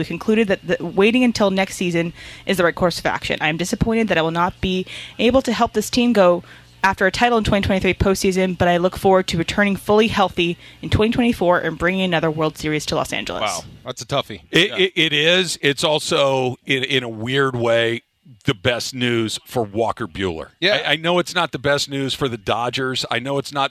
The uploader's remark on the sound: LIVE from the ESPN LA GOLF CLASSIC. LIVE from Yorba Linda as we are at our ESPN LA GOLF CLASSIC at the Black Gold Golf Course.